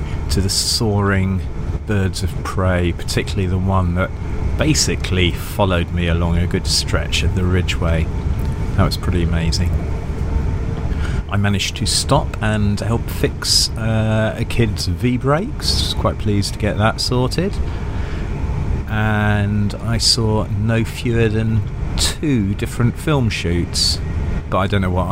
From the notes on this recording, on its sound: takes over on the mic as he sets off to ride the King Alfred's Way in the south west of England